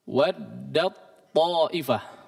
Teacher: Dia masuk secara sempurna langsung menjadi huruf to. Ta-nya. Tidak dibaca waddat ta'ifah. · Term: idgham kamil